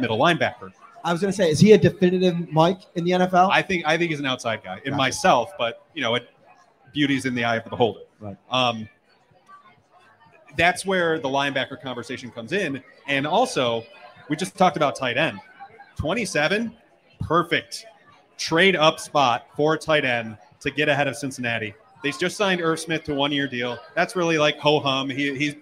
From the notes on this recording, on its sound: host the show on location at Wingnutz North Buffalo at 700 Military Rd.